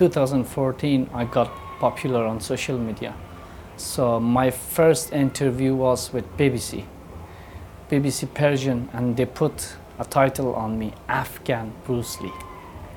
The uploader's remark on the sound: direct from the UK Martial Arts Show 2023